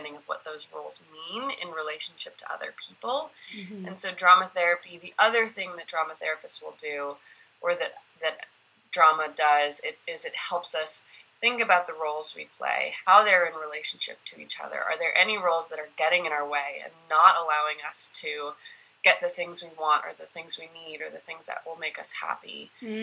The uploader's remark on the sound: I sit down for a Zoom convo